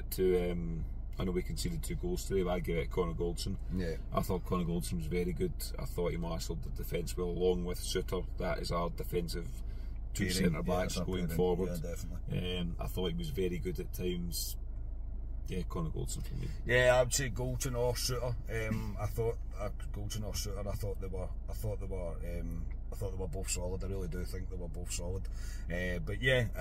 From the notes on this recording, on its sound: bring reaction from the car